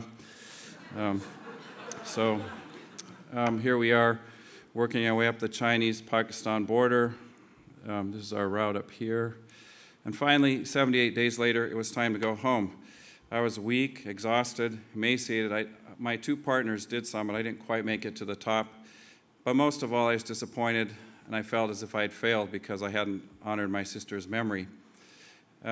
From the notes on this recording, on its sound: This two-part podcast was recorded at the 2008 International Achievement Summit in Kailua-Kona, Hawaii.